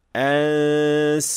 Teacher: In the case of sin, the middle part of the tongue is slightly raised, causing a light sound. And when applying the ghunna of ikhfa according to the steps that we learned, so while holding the position of the tongue, it will cause the ghunna to automatically be empty mouth or a light ghunna.